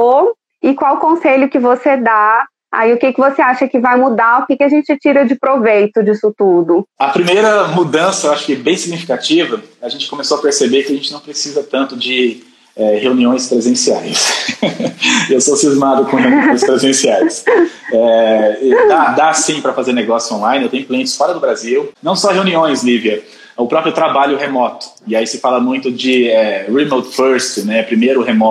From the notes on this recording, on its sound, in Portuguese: A Live aconteceu no dia 02/06/2020 via Instagram